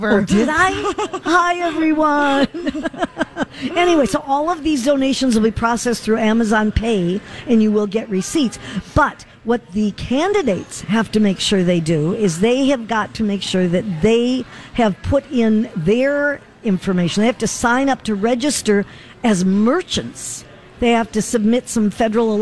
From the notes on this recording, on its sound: broadcasting live at the General Store of Minnetonka